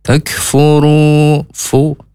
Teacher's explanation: ini keluar nafas banyak ya, ujung gigi atas ya terkena bibir bawah bagian dalam